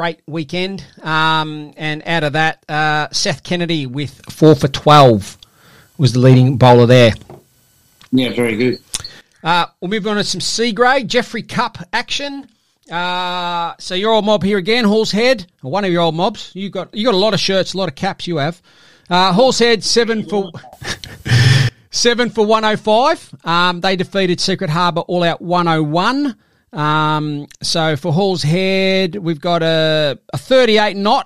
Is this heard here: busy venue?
no